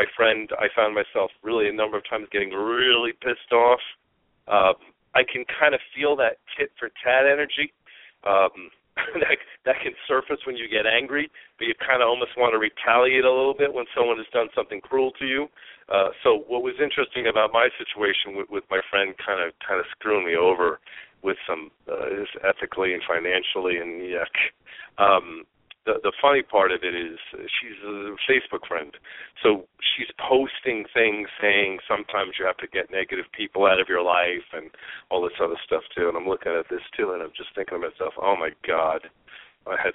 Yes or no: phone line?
yes